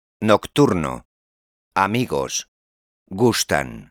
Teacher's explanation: C'est un mot fini par une voyelle. N ou S, on insiste sur l'avant-dernière syllabe à l'oral